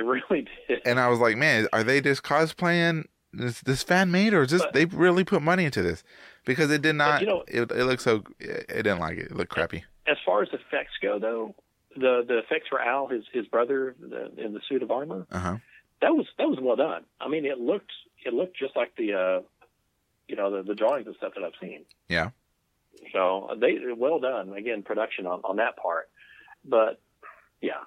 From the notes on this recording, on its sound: Because it was a busy Sunday for us both and I didn’t have time to drive half way across Texas to record with him today. While on the phone.